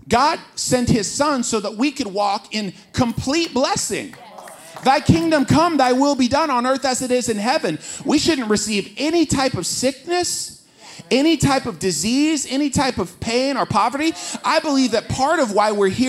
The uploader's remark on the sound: This Waves service, we took questions from the audience.